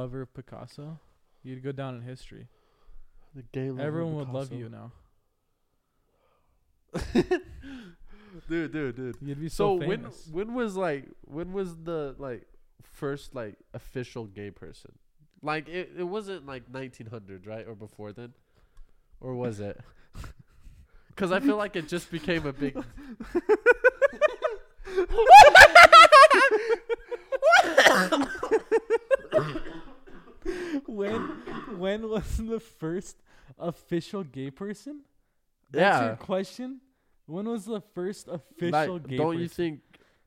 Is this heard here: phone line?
no